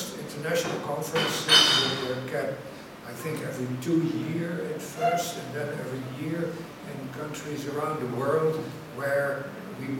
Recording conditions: busy venue